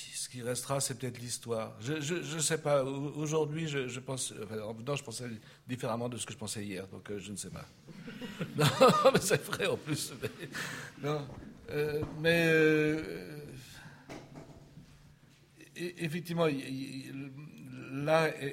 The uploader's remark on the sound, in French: À l’occasion du colloque « Ce qu’exposer veut dire 4° édition ».